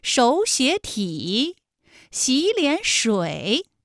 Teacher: 应该是第一个音节、第二个音节都变成35，就是二声